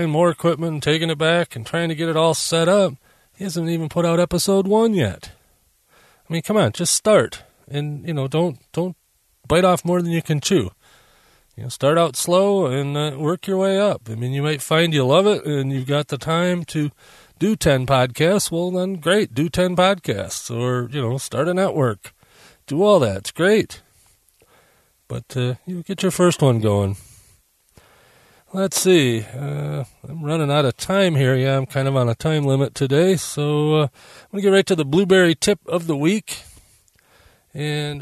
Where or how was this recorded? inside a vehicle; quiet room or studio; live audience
inside a vehicle